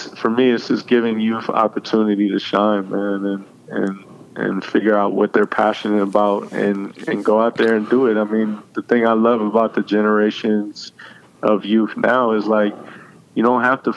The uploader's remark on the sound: connects via phone